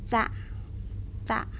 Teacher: Those last two words ended in glottal stop.